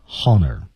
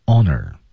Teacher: 可千万别读成 honor 啊， h 不发音 · Shown in: second take